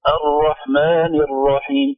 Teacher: الراء الأولى كانها فيها رخاوة شوي وكأن اللسان يعني أنت تحذري من التكرار فأمسكت اللسان، لكن الثانية فيها شدة فخلي الراء بين الشدة والرخاوة · Term: تكرار خفيف